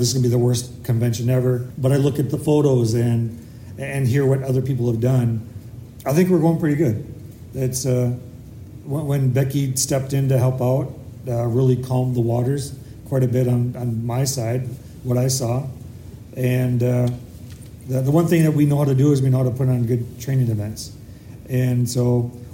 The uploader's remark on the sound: update from the convention at the Hennepin Technical College in Eden Prairie, MN.